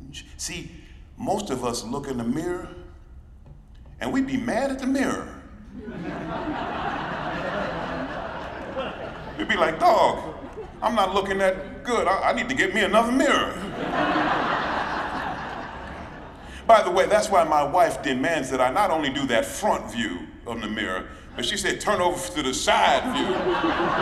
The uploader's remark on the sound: League of American Orchestras Conference. Keynote speech from the League of American Orchestra's 2023 Conference in Pittsburgh.